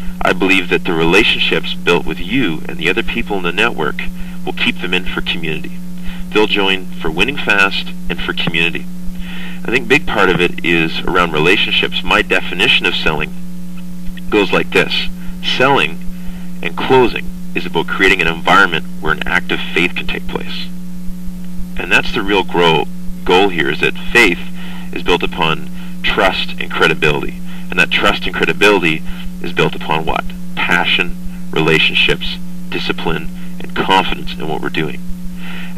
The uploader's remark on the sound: Today I was invited to do a tele-conference for a group of network marketing leaders in the Innerlight corporation. Following is a 9 minute MP3 recording of what I had to say.